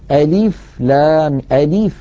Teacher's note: بعض إخواننا يمطون كسرة اللام قليلا فيقولون ألف لام ألف من حرصهم الزائد.